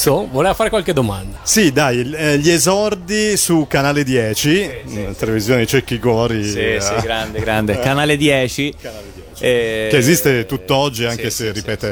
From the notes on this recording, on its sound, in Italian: Da Etna Comics 2016 la nostra intervista